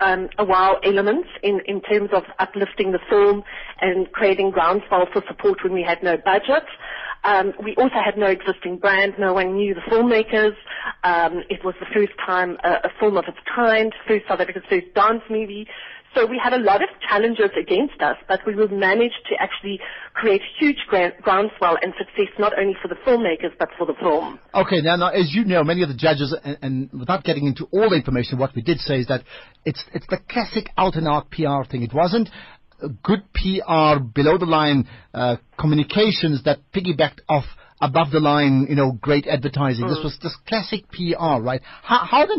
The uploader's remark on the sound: GUEST (Phone).